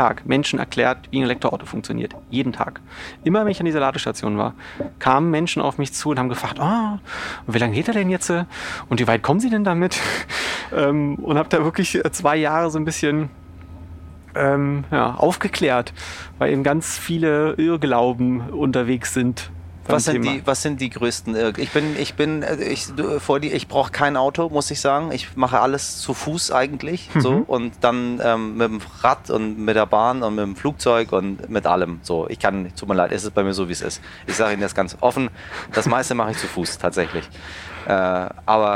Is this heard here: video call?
no